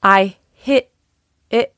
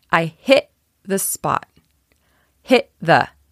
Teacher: In American English, that will sound as if the T on hit is a glottal stop